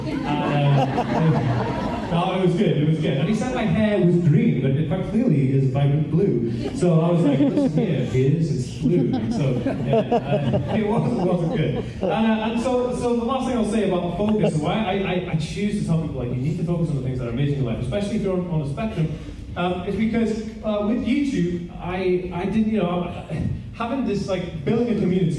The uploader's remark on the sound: This was taken from a live talk I did for the Autism Directory in Wales.